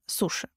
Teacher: если после знака «с» стоит мягкий гласный «и», «я», «ю», «ё», то звук более мягкий, чем русский «с». «Суши» — это «суши».